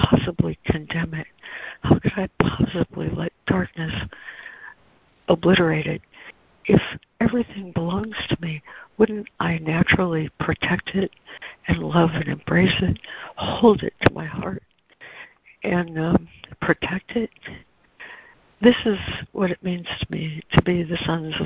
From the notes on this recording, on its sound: ACIM Daily Conference Call